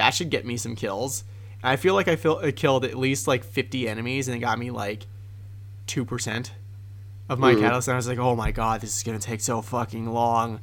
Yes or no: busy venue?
no